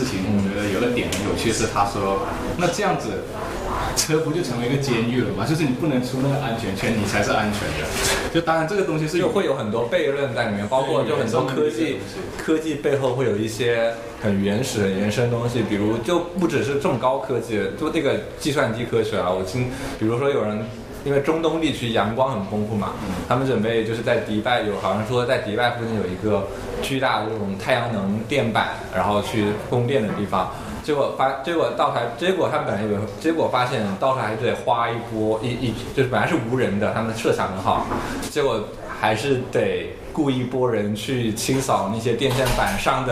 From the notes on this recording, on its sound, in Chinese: 本期为展览「无限的猴子」开幕聊天的现场录音